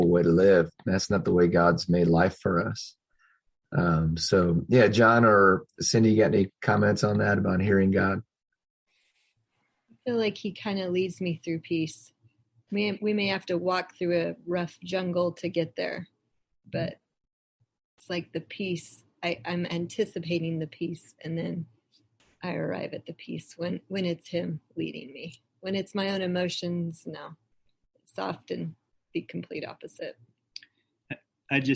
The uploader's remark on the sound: Believers Church’s ZOOM Q&A.